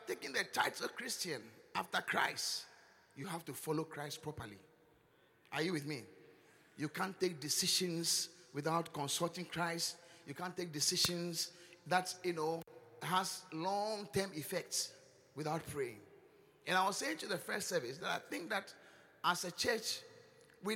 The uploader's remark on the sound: Encounter Service. Preached at the Qodesh.